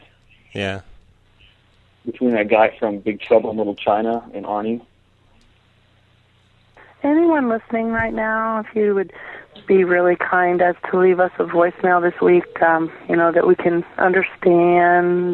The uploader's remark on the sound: …'s Personal Prank Phone Calls Collection.